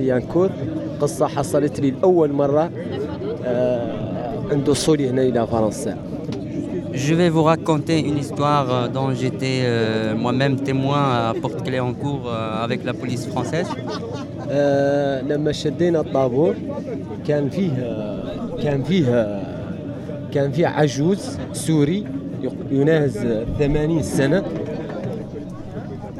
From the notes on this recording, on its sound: A program recorded live on the Place de la République, in French and Arabic.